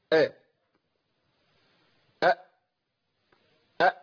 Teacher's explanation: صفه الجهر والشدة، يعني انقطاع الصوت والنفس · Term: الهمزه